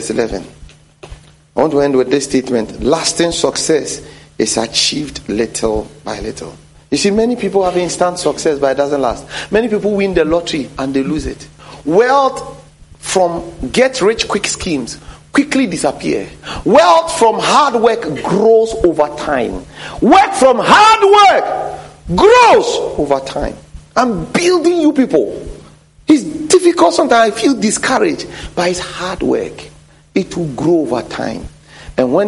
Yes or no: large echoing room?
yes